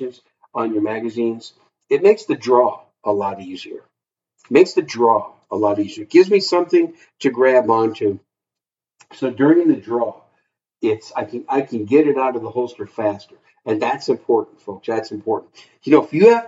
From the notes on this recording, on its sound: Sorry about the audio quality.